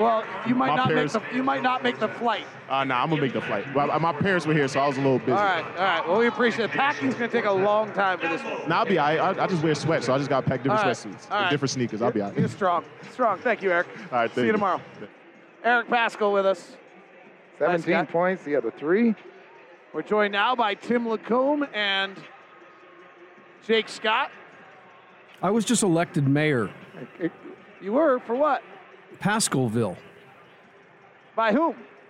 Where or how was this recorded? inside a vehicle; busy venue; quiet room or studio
busy venue